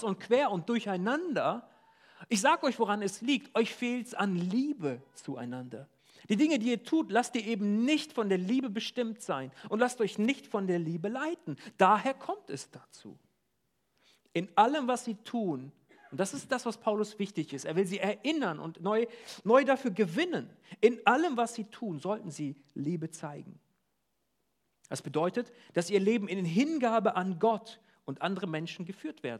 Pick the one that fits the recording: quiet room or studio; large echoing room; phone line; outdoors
large echoing room